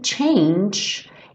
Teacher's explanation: change, esse G final tem um som tch